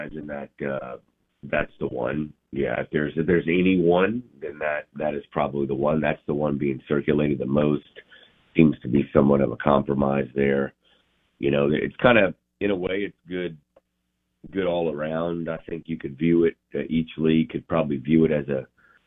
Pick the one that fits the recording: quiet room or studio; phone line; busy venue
phone line